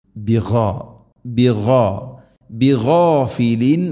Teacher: ഗൈൻ തൊണ്ടയുടെ മുകൾ ഭാഗം, ബിഗാഫിലിൻ എന്നോ അല്ലെങ്കിൽ ആ തരത്തിൽ ഒന്നും ഉച്ചരിക്കരുത്.